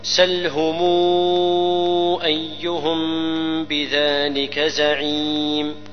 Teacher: غنة الإخفاء هنا الميم تخفى لوجود الباء